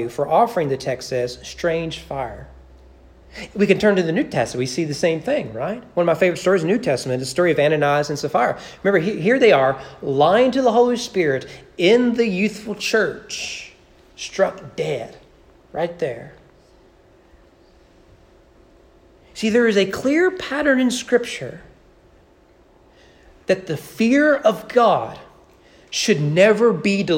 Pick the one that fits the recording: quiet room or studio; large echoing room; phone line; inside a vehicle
large echoing room